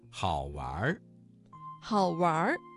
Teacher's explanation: 这个词当中的玩加了一个卷舌音，形成了儿化音